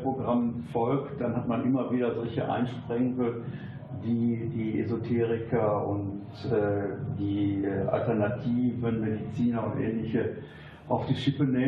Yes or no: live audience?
yes